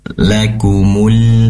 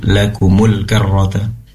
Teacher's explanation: Pastikan lam di sini al ditunaikan sifat inhiraf, yaitu kecenderungan lam pada huruf nun dengan cara menempelkan lidah, busur lidah depan ke langit-langit, karena itu makhrajnya lam, ditempelkan ke langit-langit lebih lama ya, durasi penempelannya lebih lama agar tertunaikan sifat inhiraf. Lakumul, seperti itu, lakumul karrota, jangan buru-buru, lakumul karrota.